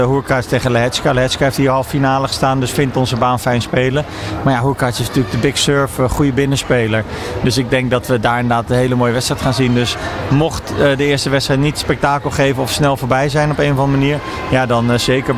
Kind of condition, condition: setting, busy venue